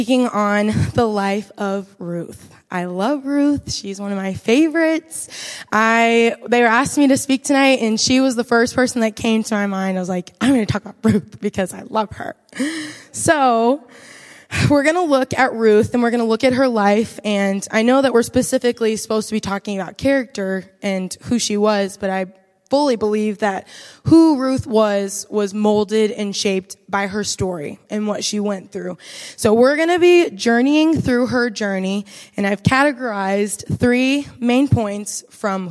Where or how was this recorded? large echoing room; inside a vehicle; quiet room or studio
large echoing room